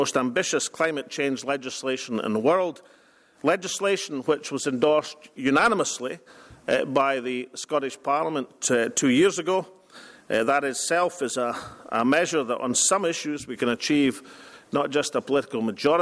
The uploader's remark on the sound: First Minister speaks at International Renewables conference in Bergen.